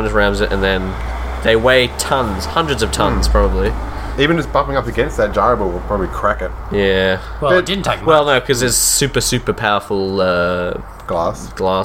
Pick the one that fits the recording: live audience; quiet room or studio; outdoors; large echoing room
outdoors